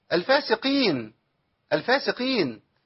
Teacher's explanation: القاف مش قوية كده لأنها مكسورة، ولا تقول يا حضرتك الفاسقين وتديلي القاف بكاف، ما ينفعش، ده خطأ وده خطأ.